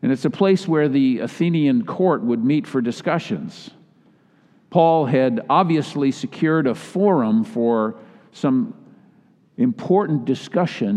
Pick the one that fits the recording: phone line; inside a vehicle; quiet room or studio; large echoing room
large echoing room